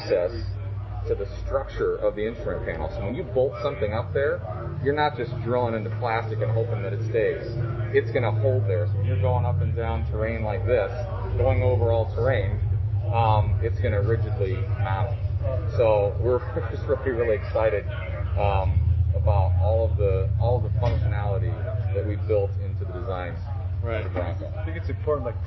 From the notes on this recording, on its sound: Sorry about the audio quality, we were outside and all wearing masks